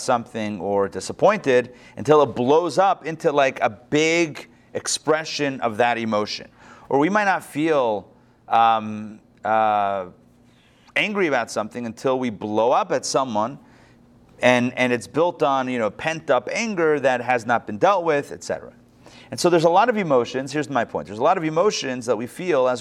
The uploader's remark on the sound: Recorded live at the Intown Jewish Academy on November 14, 2021